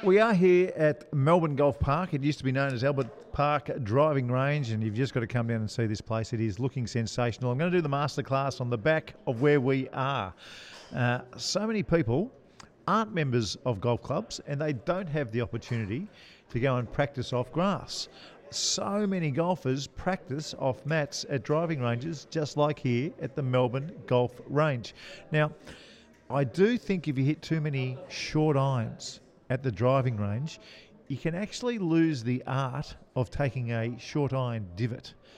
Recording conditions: busy venue